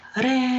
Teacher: The mantra for the solar plexus is R-A-M, pronounced with a roll to the R as in Ram. And during meditation, it's drawn out like this.